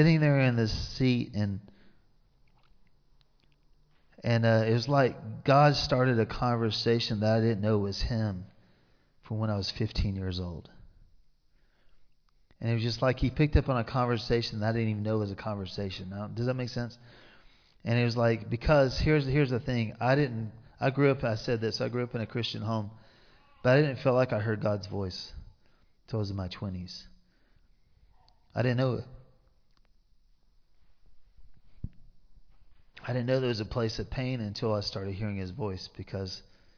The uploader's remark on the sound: Recorded live in Liberty Church on 5 March 2023